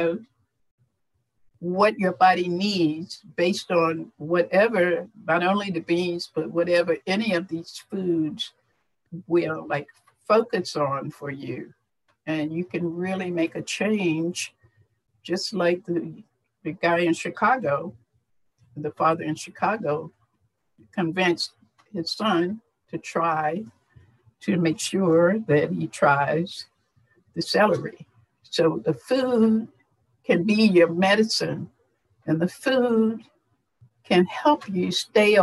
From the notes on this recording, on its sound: FIRST time doing a Zoom interview!